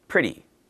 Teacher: Now, today we're going to look at the T sound again, the letter T, but here it's going to sound a little bit different. It's what we call a flap sound. We don't really say a T. It sounds almost like a D, a fast D.